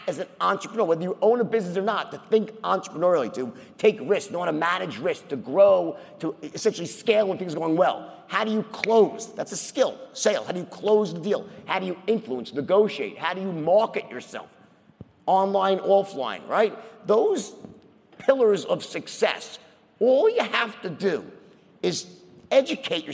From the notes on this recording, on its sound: interview on the stage at FreightWaves LIVE in Chicago